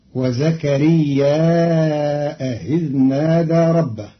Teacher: قرأ قالون كلمتي وزكريا إذ نادى بزيادة همز منصوب بعد الألف في زكريا، فيصير مدا متصلا فيمده أربع حركات مع تسهيل همزة إذ بينها وبين الياء، فتصير الجملة: وزكريا إذ نادى ربه، وهي كذلك في إحدى لغات العرب.